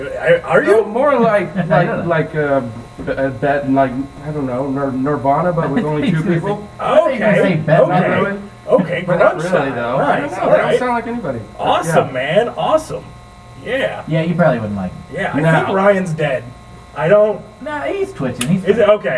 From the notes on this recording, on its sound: We had a terrible technical error while recording this podcast- so there's a horrid buzzing